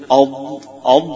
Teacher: لما تقرأ أي حرف من الحروف حط قبله همزة وانطقه، تقول أض، اعرف فين مخرج الضاد، وأنت تقول كلمة أض أض تلاقي أن حافة اللسان جاية جنب أول الأضراس العليا